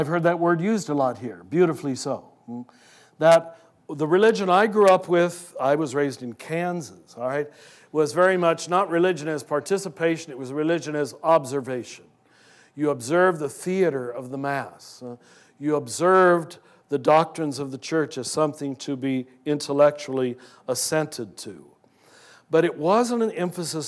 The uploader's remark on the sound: From two SAND Conferences recorded before live audiences.